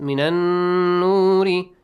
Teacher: Idgham with gunna, with nasal sound.